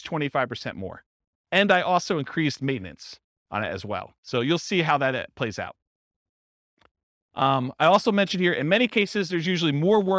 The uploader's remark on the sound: This was a live class recorded